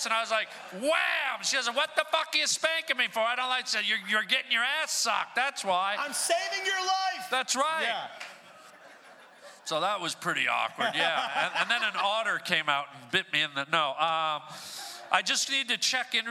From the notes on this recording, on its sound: SPECIAL podcast recorded LIVE at ATC Podcast FESTIVAL! In front of a live audience. Crowd interaction and a great comedy guest!